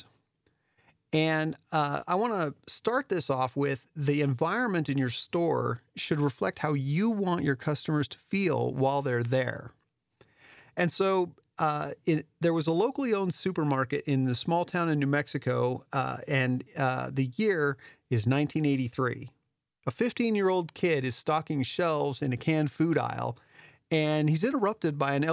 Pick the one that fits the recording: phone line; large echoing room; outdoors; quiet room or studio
quiet room or studio